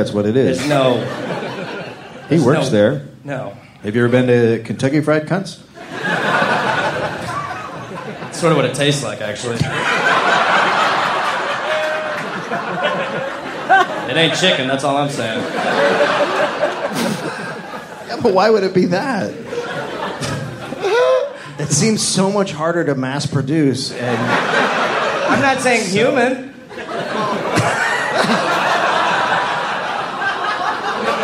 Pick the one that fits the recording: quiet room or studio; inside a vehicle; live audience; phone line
live audience